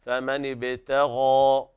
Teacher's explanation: ابتغى، وهنا أعلى درجات التفخيم المفتوح وبعده ألف، فالغين تأخذ أعلى درجات التفخيم هنا